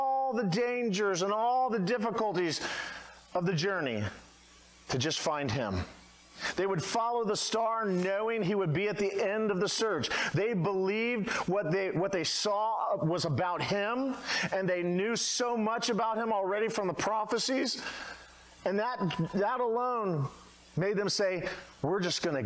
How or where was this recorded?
large echoing room